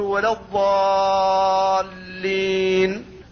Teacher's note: فالالف حرف مد وجاء بعدها حرف مشدد وهو اللام، فالسكون الذي عليه هو سبب هذا المد، وتشديده هو الذي سماه مثقلا. · Term: لازم كلمي مثقل